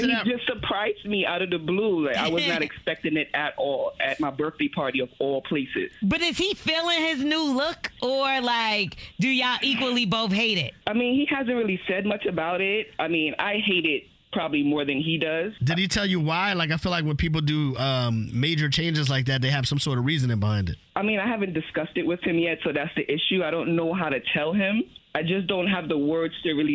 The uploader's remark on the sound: They had to get the listener on the phone. In this episode we get to a voicemail where a listener thinks that The Morning Hustle is giving out wrong answers during Cash Grab.